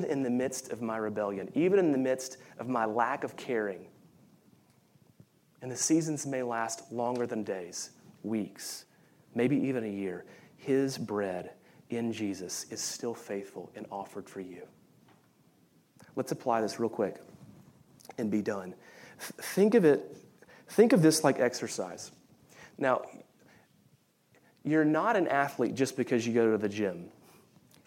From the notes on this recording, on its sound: Of Reformed University Fellowship at USC during the Contemporary Worship service.